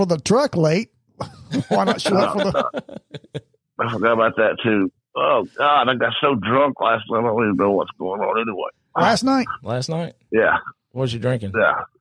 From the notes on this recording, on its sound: A surprise phone call. Studio 77 airs this short clip each year.